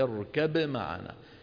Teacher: أصلها اركب معنا، اركب معنا، باء ساكنة بعدها ميم، والباء من الشفتين والميم من الشفتين · Term: الباء مظهرة